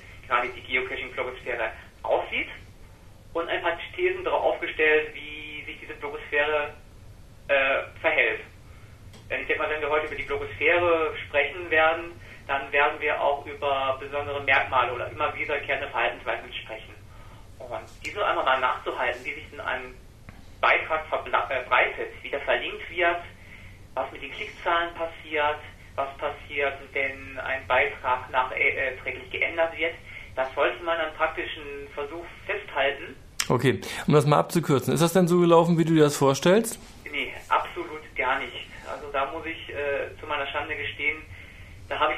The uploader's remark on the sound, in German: Auf dem roten Sofa im Hauptstadtstudio sitzen. Am Telefon zugeschaltet.